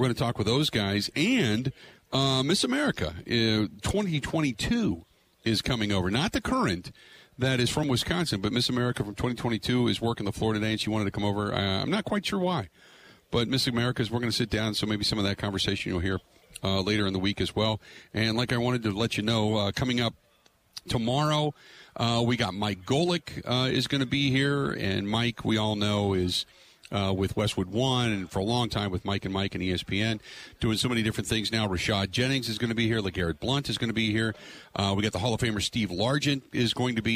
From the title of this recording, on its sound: Live From Radio Row At Super Bowl 57